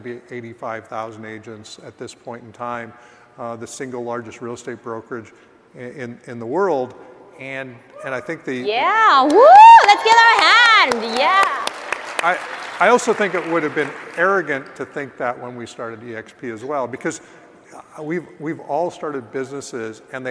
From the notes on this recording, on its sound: live from EXPCON 2022